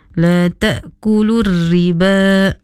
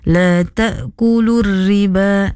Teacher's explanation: Hendaklah dibaca nipis huruf ra ya. · Shown in: second take